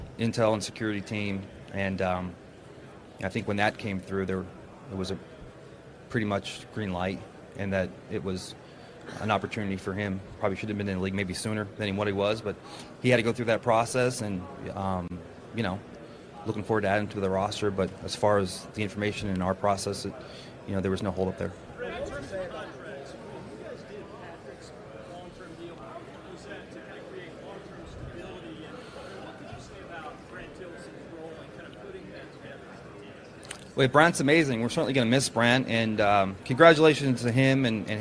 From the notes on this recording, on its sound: live from the NFL Combine